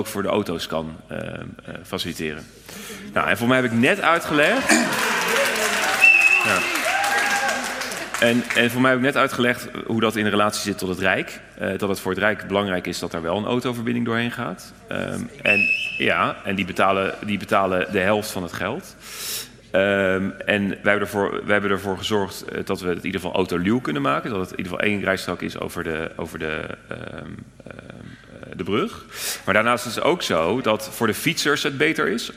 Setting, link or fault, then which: setting, live audience